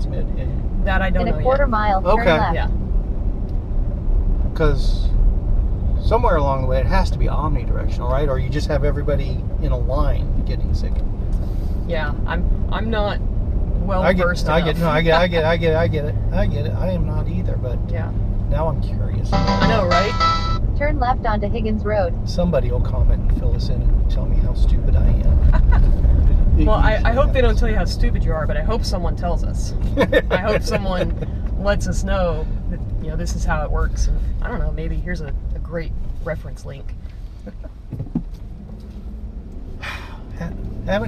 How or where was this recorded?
inside a vehicle